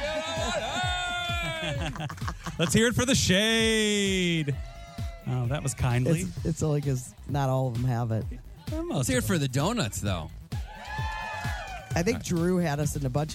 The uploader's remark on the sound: Live From Shamrock Donuts